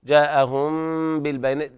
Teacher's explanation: إخفاء شفهي لوقوع الباء بعد الميم الساكنة